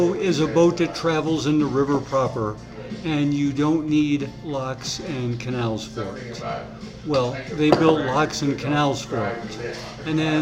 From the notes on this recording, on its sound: We decided that one of our local businesses would be a great place to sit down and have a conversation. There is a bit of background noise caused by people enjoying themselves.